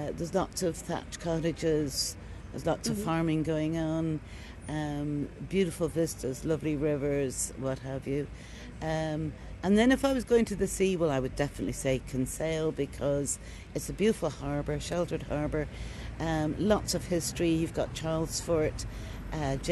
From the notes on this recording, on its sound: While visiting the Kilkenny Saturday Market on The Parade outside Kilkenny Castle I met a charming artist and sat down to have a wee chat.